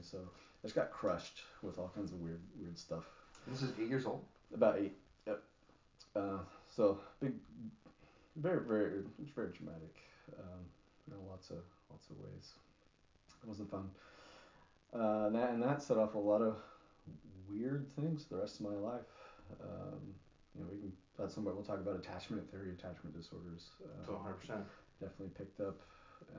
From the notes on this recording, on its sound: This was recorded early on and since then we have learned a few audio tricks which we are still perfecting